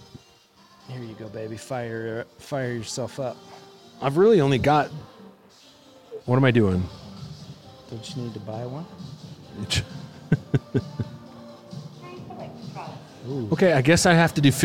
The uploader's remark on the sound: They walk a local mall and rate its retail flair, culinary offerings, and audio recording policy violation response time.